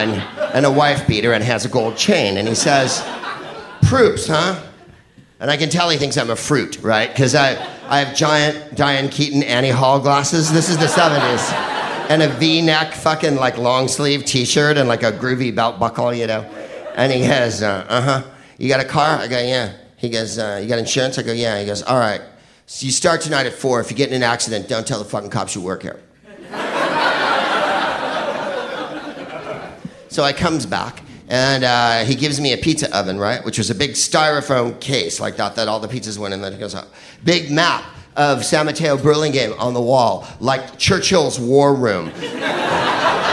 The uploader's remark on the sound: Live from San Francisco. At our Feb 2013 Sketchfest show.